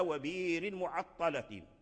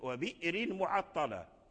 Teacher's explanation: وورش أبدل الهمزة من بير، وقرأ قالون بالهمز وبئر معطلة